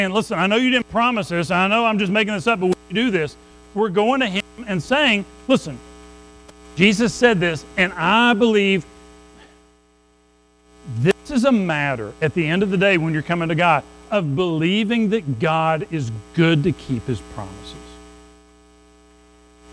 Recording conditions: large echoing room